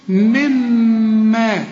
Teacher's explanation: إلغي النون من النطق، شوف ادغمها في الميم